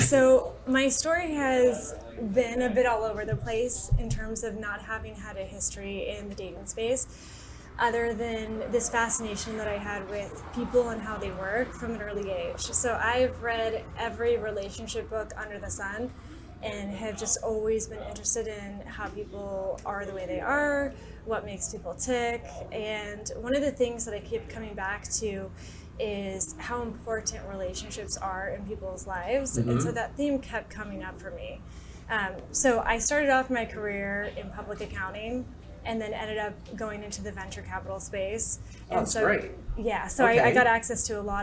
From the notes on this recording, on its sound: Curated Wines in Los Angeles, where this episode was recorded live.